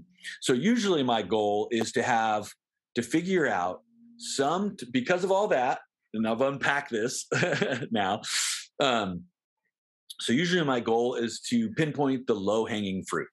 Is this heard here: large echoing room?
no